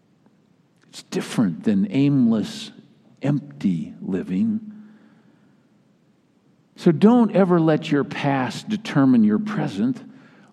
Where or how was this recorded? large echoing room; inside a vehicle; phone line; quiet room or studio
large echoing room